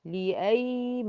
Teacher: الميم الساكنة بتاعت لأيمانكم توسط، يبقى الكلمة دي فيها حرفين، فيها ثلاثة، فيها اللام الأولى فيها توسط بتاعت عرضة تل لأي، نطول زمن الياء عشان هي رخوة، أطول الحروف زمنا هي حروف الرخاوة. لأيمانكم يبان في قراءتي إن الياء زمنها أطول من زمن الميم، الياء الساكنة زمنها أطول من زمن الميم اللي هو زمن الرخاوة، أطول من زمن التوسط.